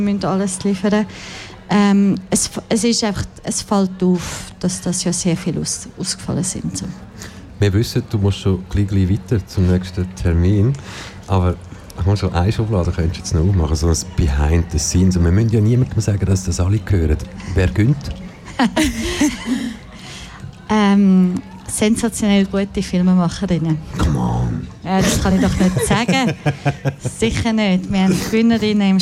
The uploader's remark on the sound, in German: Festivalausgabe live aus dem Merkerareal in Baden.